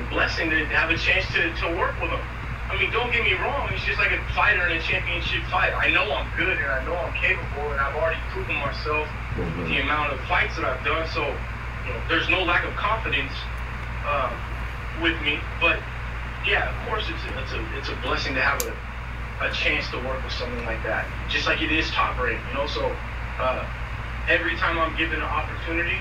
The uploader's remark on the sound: on the phone with The Fighter's Voice